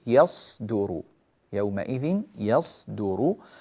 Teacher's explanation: الصاد تحتاج إلى توضيح وبيان لصفيرها وهمسها بحيث لا تتحول إلى يصدر، جيد، يصدر يومئذ، يصدر هكذا.